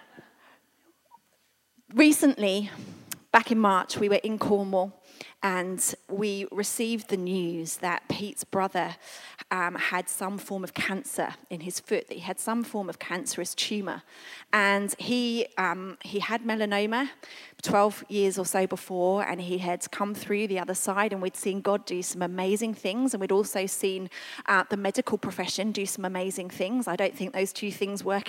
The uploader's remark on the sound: This was recorded at Skylark Church on 15th September 2019.